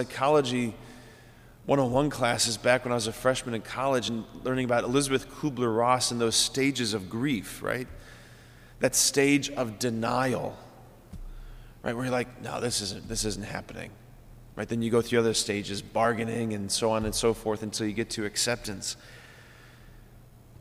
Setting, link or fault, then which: setting, large echoing room